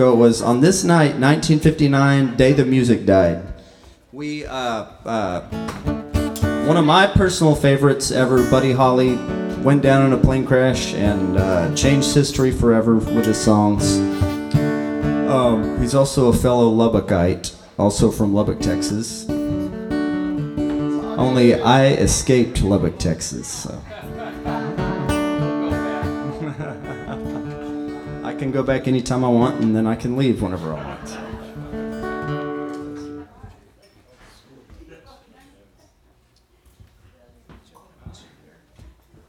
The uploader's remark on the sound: Live At Nublu Classic - 02,03,2015 - New York